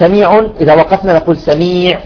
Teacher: قلت لكم التنوين ثابت لفظا دون خطا، تمام، يعني ينطق ولا يكتب، تنوين ما يكتب، تمام، التنوين ثابت لفظا دون خطا، والتنوين ثابت وصلا دون وقفا، التنوين ثابت وصلا دون وقفا، اما عند الوقف فيذهب